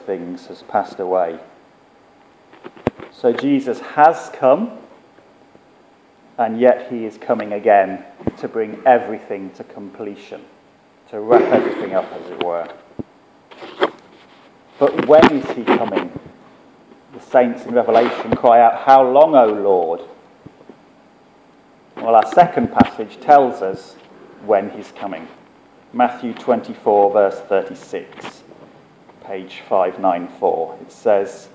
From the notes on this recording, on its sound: Our sermon from the 9am service